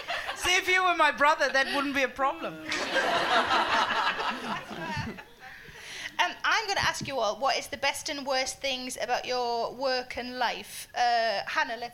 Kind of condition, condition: setting, live audience